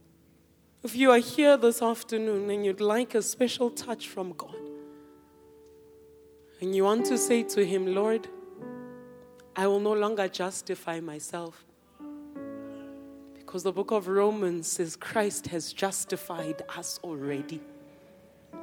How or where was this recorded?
live audience